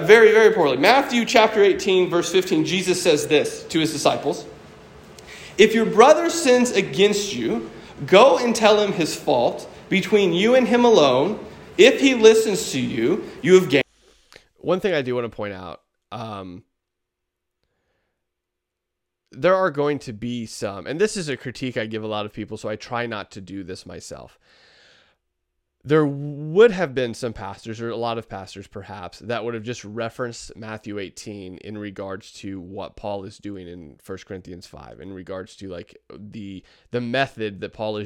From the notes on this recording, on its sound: preached at my local church